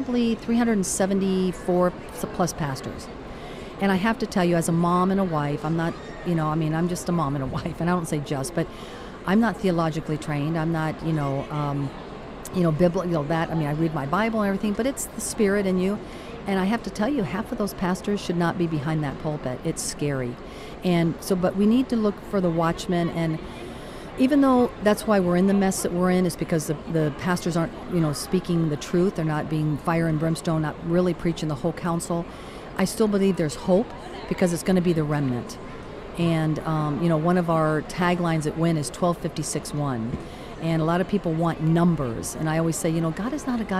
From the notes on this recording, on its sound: Great live interview at the Florida Parent Educators Association.